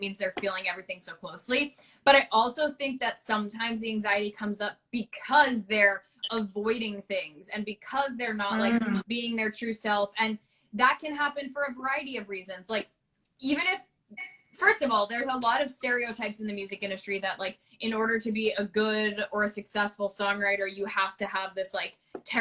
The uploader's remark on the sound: on Instagram live